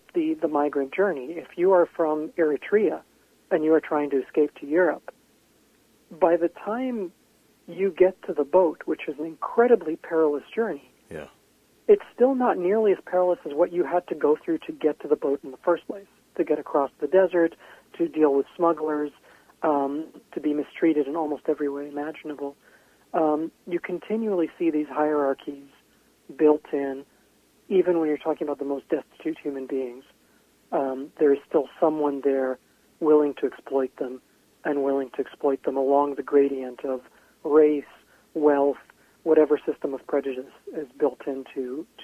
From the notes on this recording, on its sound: called in from his home in Portland, Oregon.